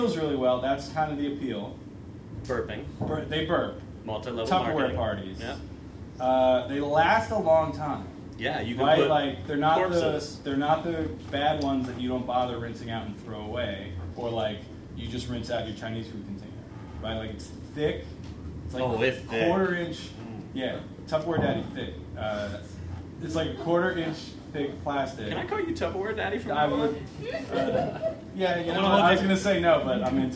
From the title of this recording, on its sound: Live at the SteelStacks Improv Festival